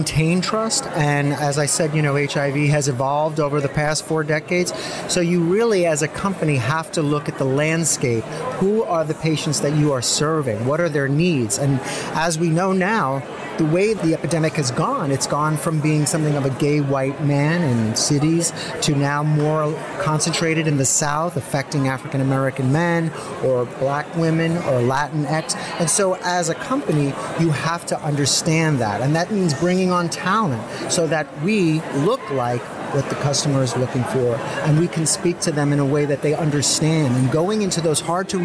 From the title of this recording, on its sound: Live at Pharma USA